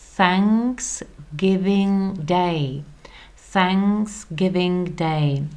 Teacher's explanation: Předtím jsme měli voiced, znělá, voiced TH words, což bylo překouslé z, tak jsme vyslovili to TH. A teď to TH se vysloví nezněle, tedy jako s. · Term: neznělé TH